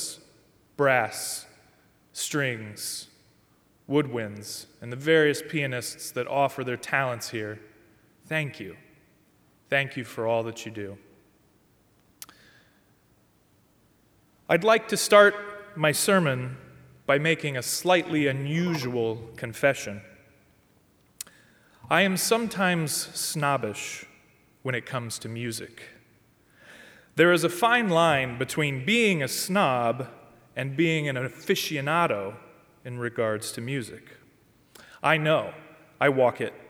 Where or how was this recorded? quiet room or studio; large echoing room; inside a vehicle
large echoing room